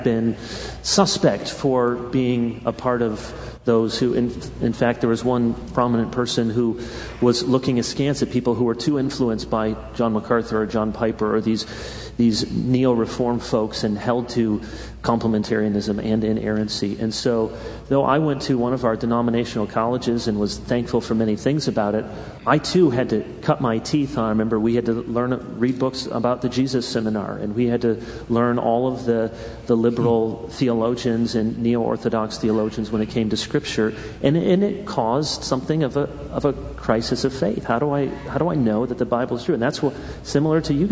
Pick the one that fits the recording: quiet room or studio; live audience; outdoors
live audience